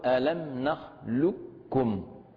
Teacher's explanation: قراءتها تتم بإبدال القاف كاف وإدغام الكاف في الكاف · Term: إدغام كامل